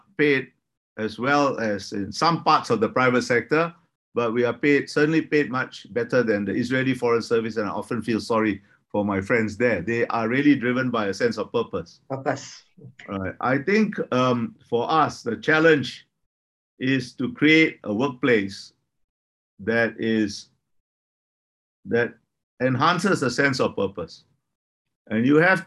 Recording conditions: video call